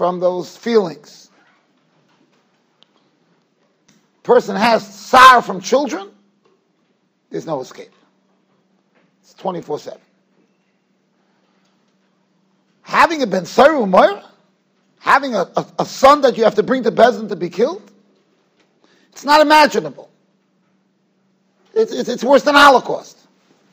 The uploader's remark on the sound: Shiur recorded in Yeshivas Ohr Reuven, Monsey, NY.